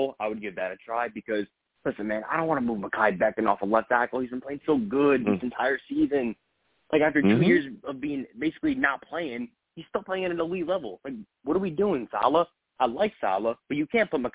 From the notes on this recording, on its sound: Tonight, live at 7pm eastern. I take live callers!